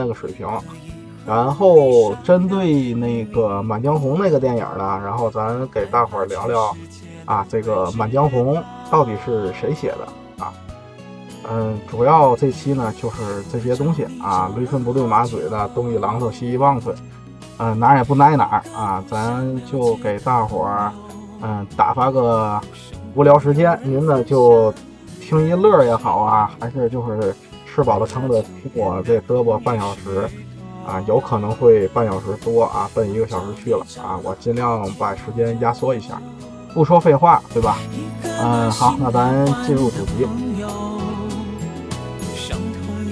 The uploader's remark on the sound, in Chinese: 本期录音在车里录的，效果略有瑕疵，各位包涵。